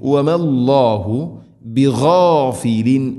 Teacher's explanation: ബിഗാ ഗൈൻ തൊണ്ടയുടെ മുഗൾ ഭാഗം. ബിഗാഫിലിൻ അമ്മ തൻവീന് ശേഷം അയിൻ വെളിവാക്കി ഉച്ചരിക്കണം, മണിക്കാതെ വെളിവാക്കി ഉച്ചരിക്കണം.